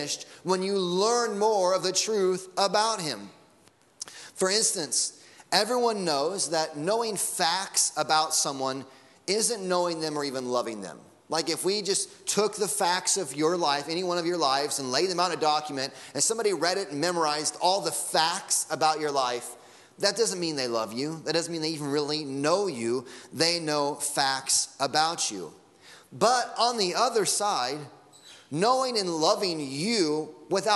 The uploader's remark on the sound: Sunday Morning Sermon Audio